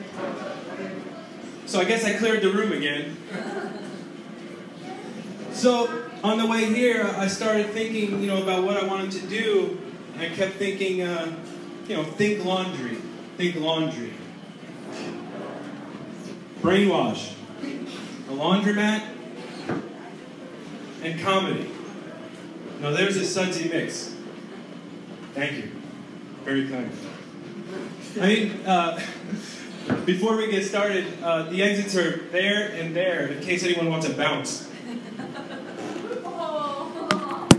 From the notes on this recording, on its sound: on stage at BrainWash Cafe SF, CA 4/5/2016